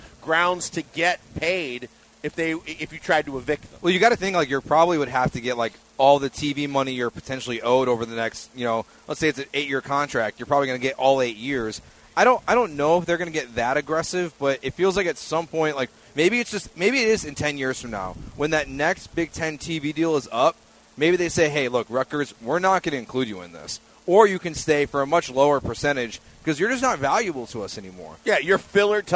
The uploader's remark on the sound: LIVE from Drift Bar in the Heights!